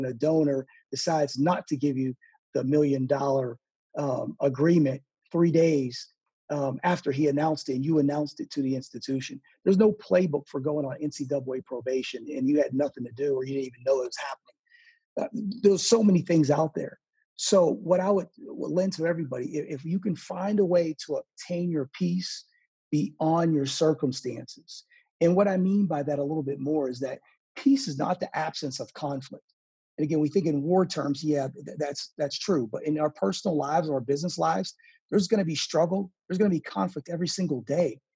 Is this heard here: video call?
yes